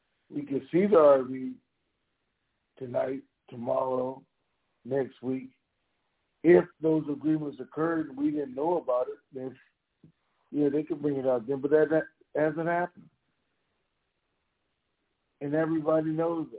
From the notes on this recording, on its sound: TNTSuperfantastic Conference Call - Wednesday, August 10, 2022